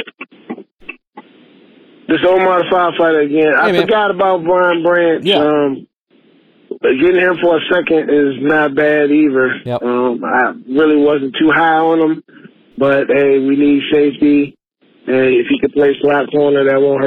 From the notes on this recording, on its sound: opens the lines for fans to call